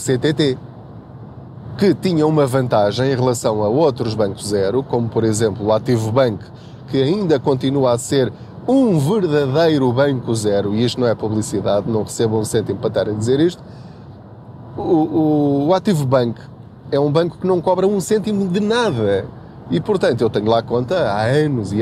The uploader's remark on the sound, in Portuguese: Não ligue aos barulhos da viagem.